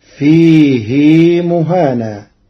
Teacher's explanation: قرأ ورش كلمة فيه بعدم صلة الهاء فتصير ويخلد فيه مهانا على إرادة التخفيف.